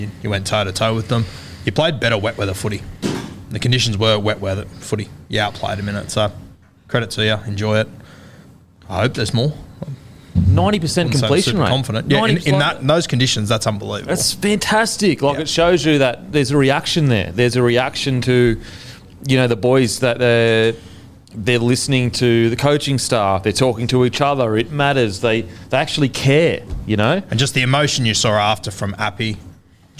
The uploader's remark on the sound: in front of our live crowd